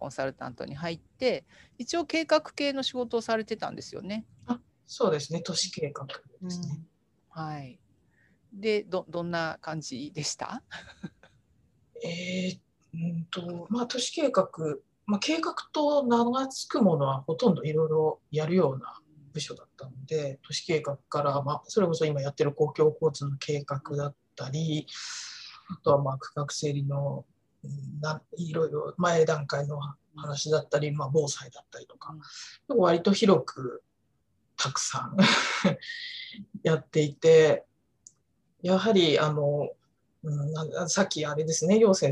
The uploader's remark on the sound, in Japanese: 収録場所： オンライン (Zoom)。